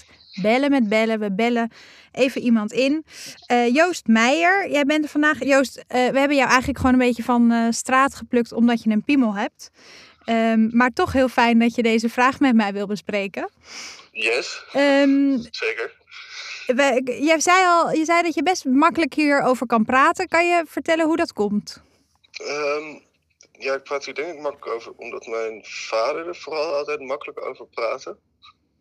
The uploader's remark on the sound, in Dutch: Weliswaar niet live in de studio, maar aan de telefoon.